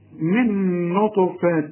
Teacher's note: الإنسان خدناها من نطفة، أي النون دي اللي بتستعمل فيها لسانك وتضرب لسانك في حلق بقك، نون بعدها نون من نطفة، وكأن عندك نون واحدة فقط